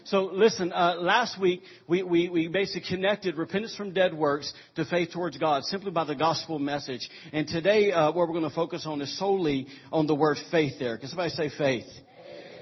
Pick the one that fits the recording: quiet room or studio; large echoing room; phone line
large echoing room